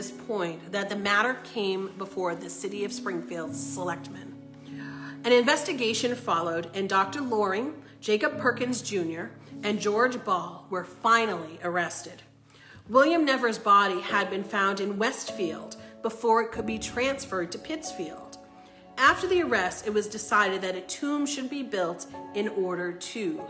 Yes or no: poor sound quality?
no